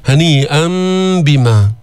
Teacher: قلبنا التنوين اللي هو نون ساكنة عند الباء، تقلب النون الساكنة ميما عند الباء، هذا الأسهل بالنطق. · Term: إقلاب